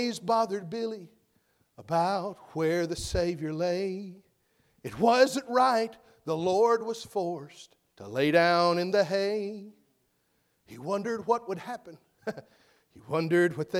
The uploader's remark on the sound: full message preached at McGhee's Mill BC Semora, NC.